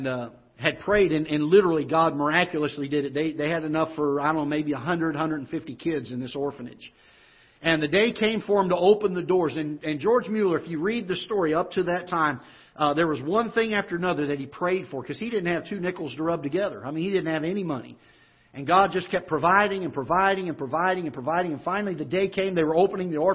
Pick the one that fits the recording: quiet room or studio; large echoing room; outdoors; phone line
large echoing room